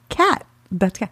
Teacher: the California accent means that we don't pronounce T's · Term: glottal T